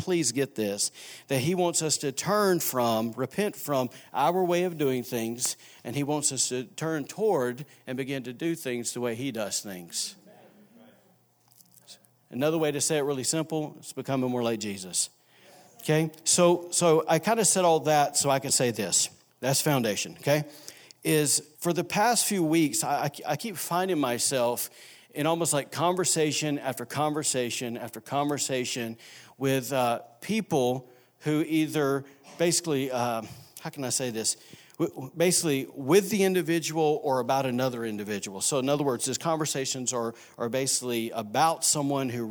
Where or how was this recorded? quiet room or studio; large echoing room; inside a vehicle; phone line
large echoing room